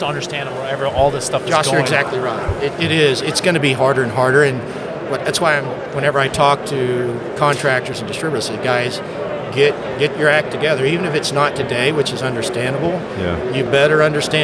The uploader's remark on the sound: We recorded this episode live while at the AHRexpo 2022 in Las Vegas. There is some background noise, but the content is worth the listen!